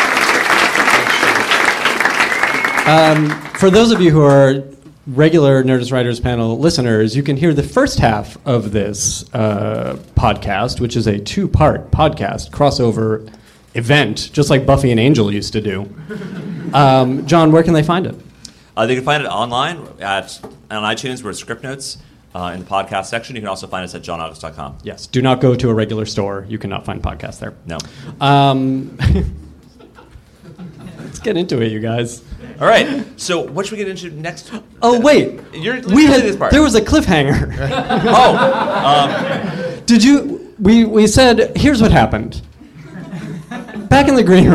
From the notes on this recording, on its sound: take questions from the audience